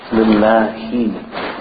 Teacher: The Ha is from the bottom of the throat, and it's less air and less emphasized.